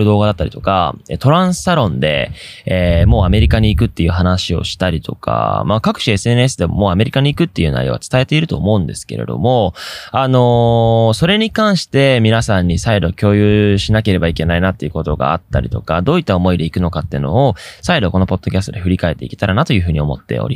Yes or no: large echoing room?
no